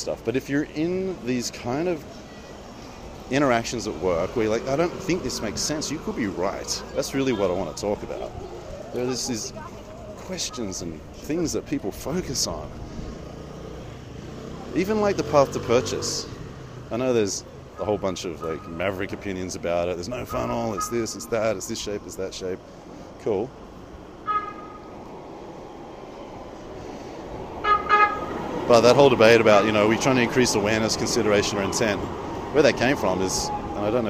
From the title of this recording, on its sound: Istanbul, Walk and Talk